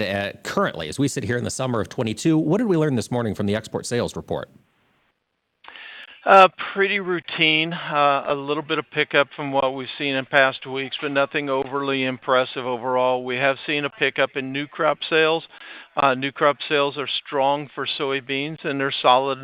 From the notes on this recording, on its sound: AOA is on location Thursday and Friday at the 35th Annual ACE Ethanol Conference in Omaha, Nebraska